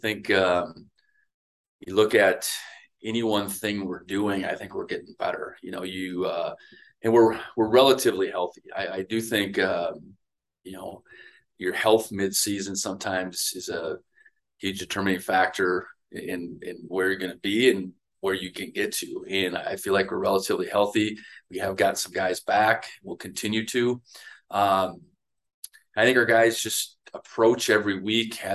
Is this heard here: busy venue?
no